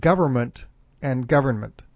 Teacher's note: I do always say the N. It melds so quickly into the M that I'm sure it doesn't come off that way.